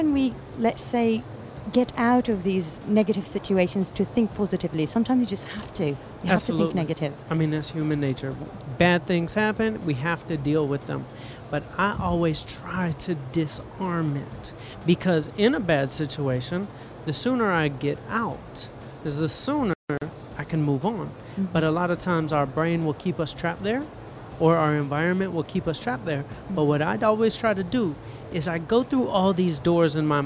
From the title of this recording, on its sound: Live from IGCF 2022